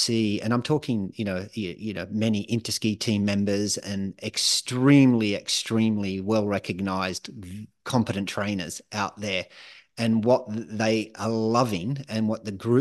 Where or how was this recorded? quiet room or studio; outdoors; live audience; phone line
quiet room or studio